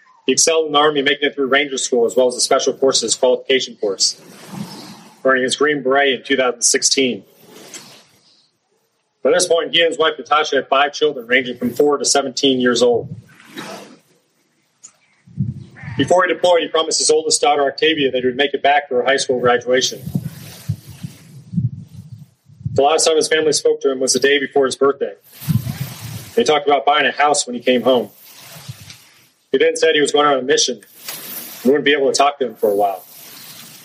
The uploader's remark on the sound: It's a speech I gave for Memorial Day. The audio quality isn't great.